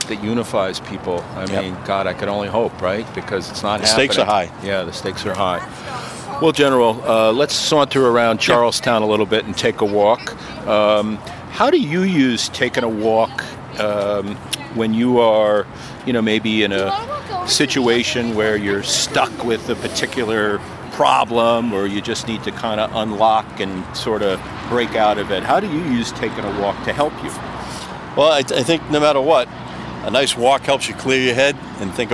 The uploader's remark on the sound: Takin A Walk in Charlestown Massachusetts